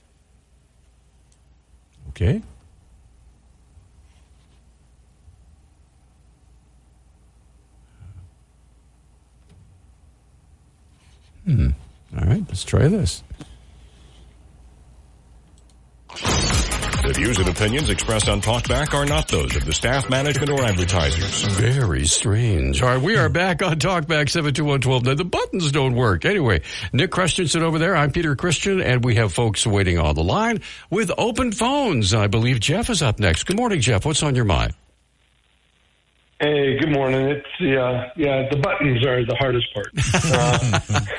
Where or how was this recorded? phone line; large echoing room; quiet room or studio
phone line